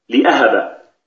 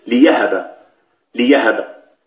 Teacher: الوجه الثاني إبدال الهمزة ياء مفتوحة · Shown in: second take · Term: ياء خالصة